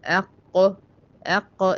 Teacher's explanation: ان انا اقصى لساني مع ما يحاذيه من الحنك الاعلى اللي هي المنطقة الرخوة او المنطقة اللحمية، اللي هي زي ما احنا شايفين في الصورة اهي قدامي، مطرح الذبذبات دي، هي دي مخرج القاف، واقصى لساني اهو مرتفع، اللي هو لساني من ورا من الخلف يعني مرتفع · Term: حرف القاف